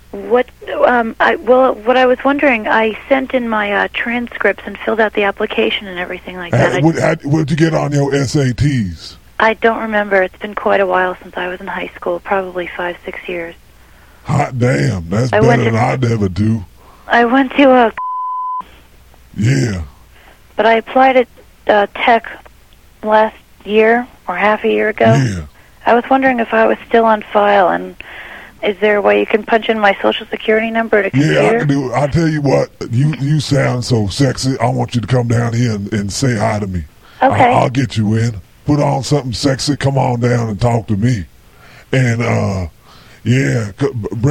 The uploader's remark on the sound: …'s Personal Prank Phone Calls Collection.